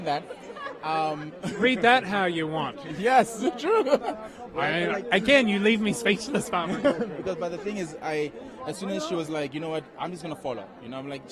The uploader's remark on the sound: On the Red Carpet at Dancing With The Stars